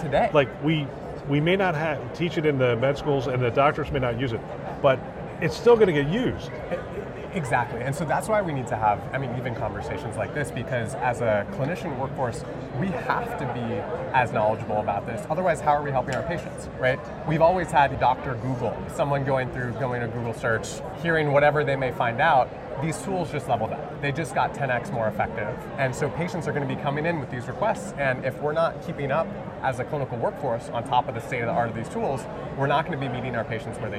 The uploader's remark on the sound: Interview in Action live from ViVe 2023